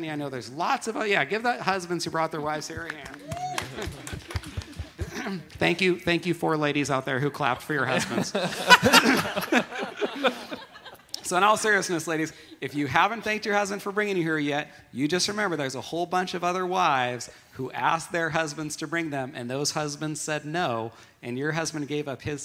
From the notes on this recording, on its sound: This is the Christian marriage conference Q & A (questions and answers) from the 2nd annual Northwest Marriage Conference